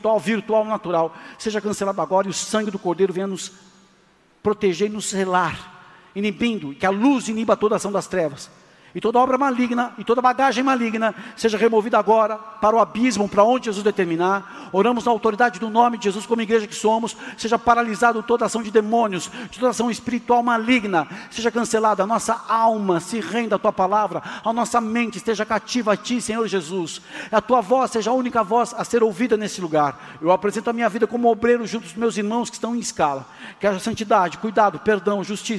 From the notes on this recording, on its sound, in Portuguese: Áudio extraído do culto da igreja Bola de Neve Porto Alegre, do dia 26/11/2023.